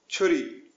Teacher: Chawal, rice. Ch, like ch but aspirated